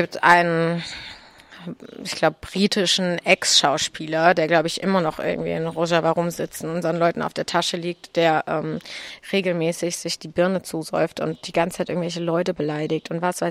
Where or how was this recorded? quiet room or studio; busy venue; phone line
busy venue